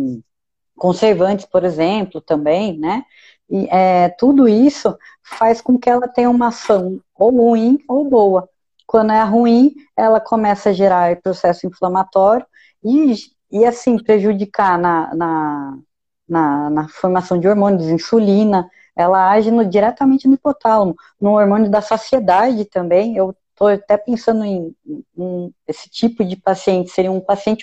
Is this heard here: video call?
yes